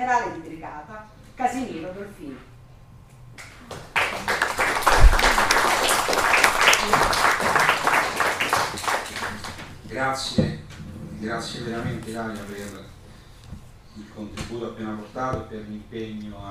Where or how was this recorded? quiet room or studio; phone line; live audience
live audience